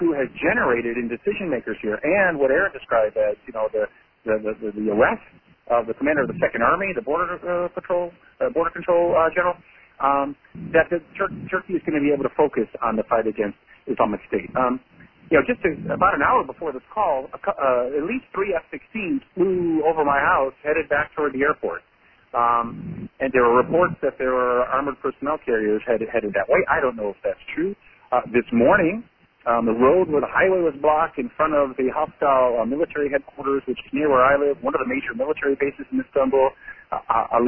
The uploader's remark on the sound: joined in on a Members Conference Call